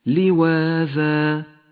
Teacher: وفي حالة الوقف عليها فإن الألف تمد بمقدار حركتين مد العوض، وضم اللام من هذه الكلمة من الأخطاء الشائعة، أي يقال لواذا والصواب لواذا، فتنبه.